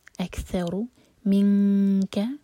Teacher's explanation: اخفا کیف کے لیے، تو کیف کے لیے زبان پیچھے سے اوپر اٹھتی ہے